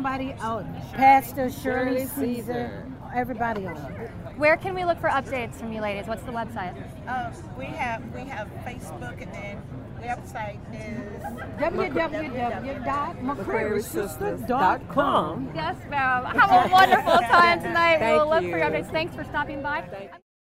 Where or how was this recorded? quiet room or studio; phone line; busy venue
busy venue